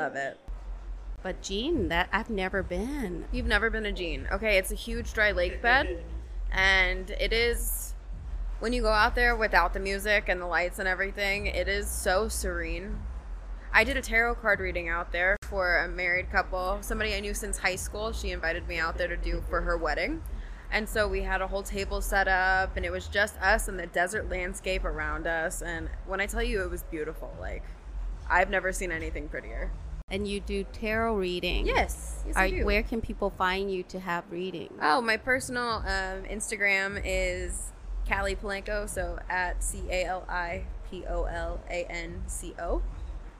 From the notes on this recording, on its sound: In this special episode, recorded live at Jackpot Bar & Grill in Las Vegas, NV.